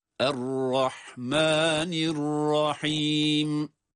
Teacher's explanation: hem Er-Rahman kelimesindeki hem de bir sonraki kelime Er-Rahim kelimesindeki halarında boğazın ortasından çıkmasına dikkat ediyoruz